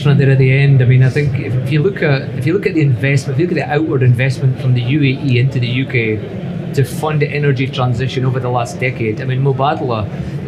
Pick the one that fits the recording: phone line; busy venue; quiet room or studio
busy venue